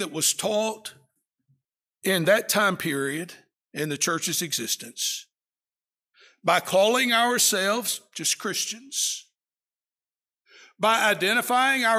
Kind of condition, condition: setting, large echoing room